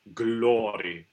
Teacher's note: In that intervocalic setting, a flipped R is good. Of course, it's not rule like we have in Italian with intervocalic R, but it works very well in this.